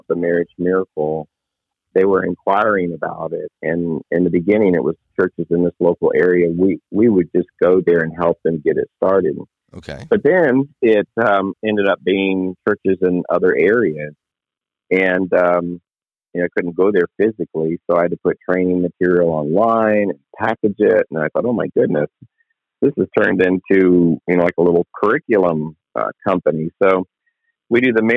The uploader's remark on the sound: Location: The Millennium Beat, LLC Office (Phone).